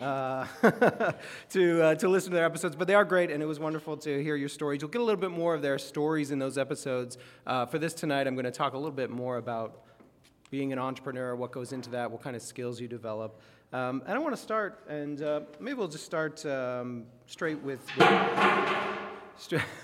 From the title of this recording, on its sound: Live WTJ? podcast recording